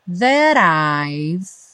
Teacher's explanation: O that, aí ganhou o rarara no T, e o I've, parando o som no V, já que o E não é pronunciado.